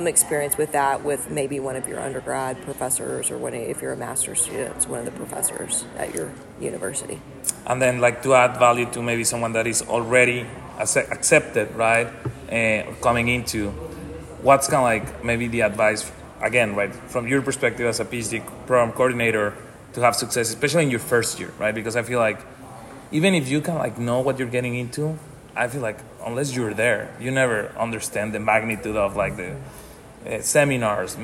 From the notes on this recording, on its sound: Recorded live at the 2023 Academy of Management Annual Meeting.